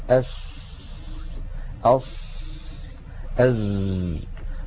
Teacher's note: العمل كله يتابع طريقه إلى الخارج فينشأ صوت هو صوت السين ناتج من اصطدام الهواء بالصفحة الداخلية للثنايا العليا ومن اصطدامه بالصفحة الداخلية للثنايا السفلى ومن مروره بين الأسنان